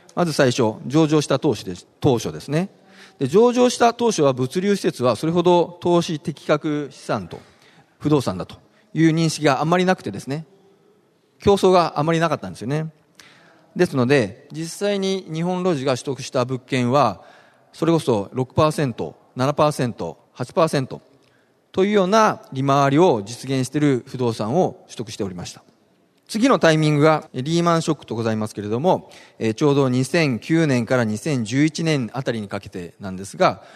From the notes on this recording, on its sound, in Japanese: ２月２０日に東京証券取引所で開催した「J-REITファン2016」に登壇した